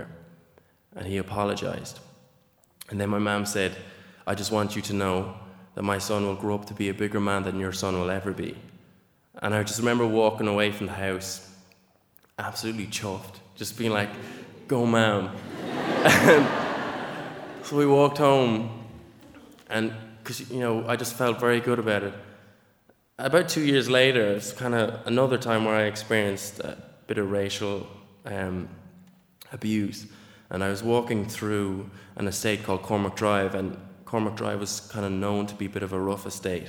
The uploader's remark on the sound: A special live edition of The Moth from Dublin, Ireland.